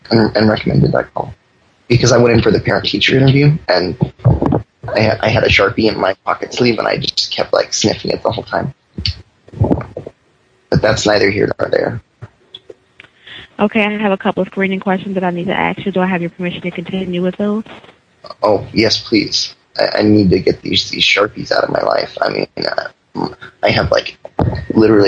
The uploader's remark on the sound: Prank Phone Calls.